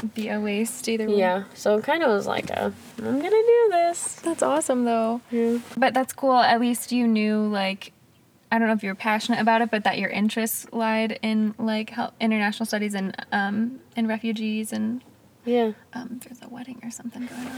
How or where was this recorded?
inside a vehicle